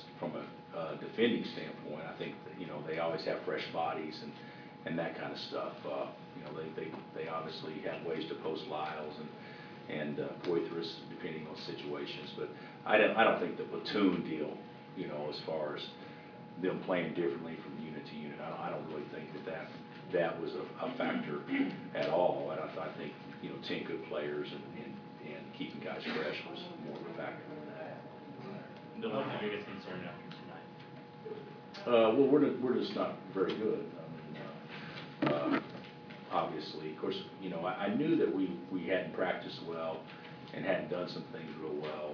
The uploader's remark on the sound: Press Conferences & Post-Game Interviews.